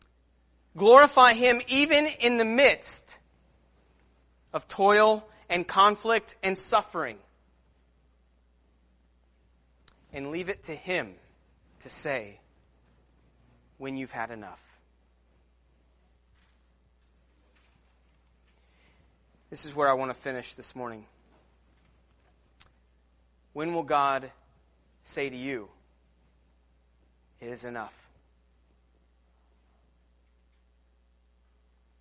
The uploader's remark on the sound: Sermon Preached at Christian Fellowship Church Peru, In on Sunday, November 3rd.